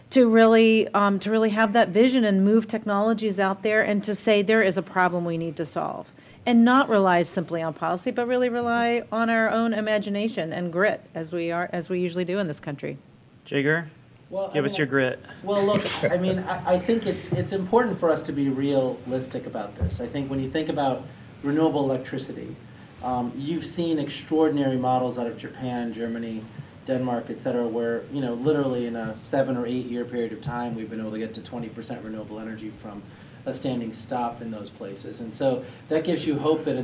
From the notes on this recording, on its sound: recorded live at the Department of Transportation